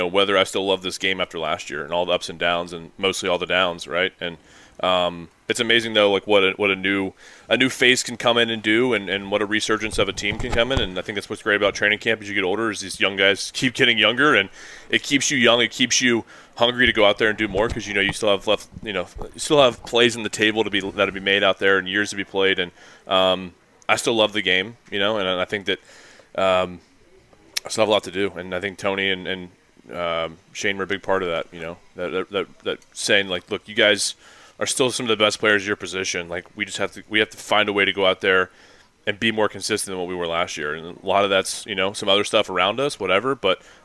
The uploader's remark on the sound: LIVE AT COLTS TRAINING CAMP!